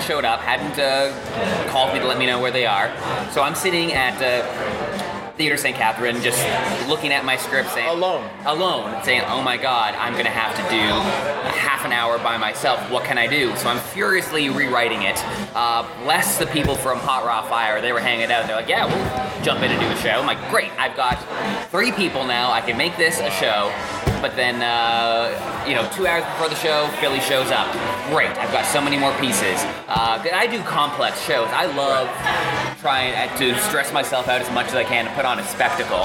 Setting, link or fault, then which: setting, busy venue